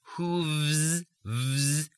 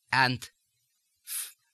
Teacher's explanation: the V and the Z together become voiceless